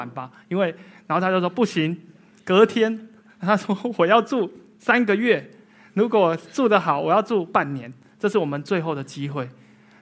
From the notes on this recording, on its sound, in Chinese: 一席现场